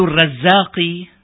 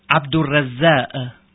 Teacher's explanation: أصاب حرف القاف التهميس في بعض الألسنة وينطق بالهمزة · Shown in: second take